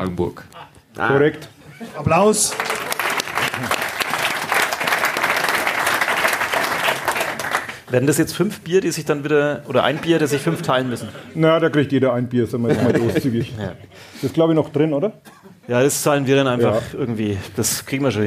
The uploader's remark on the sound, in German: Live in Pegnitz. Damit waren eigentlich schon alle Voraussetzungen für eine Live-Ausgabe von Ka Depp erfüllt.